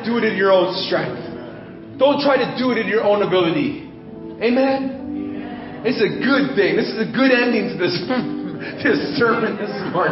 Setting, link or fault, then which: setting, large echoing room